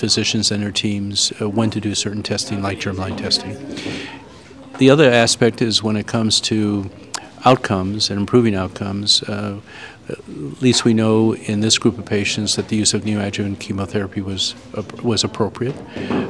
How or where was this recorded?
busy venue